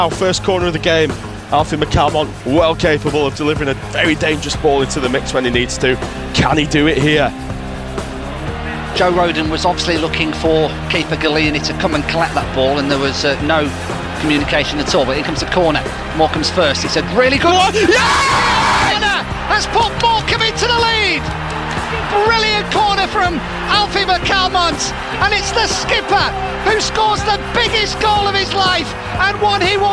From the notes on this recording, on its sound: Audio highlights of the action from the Tottenham Hotspur Stadium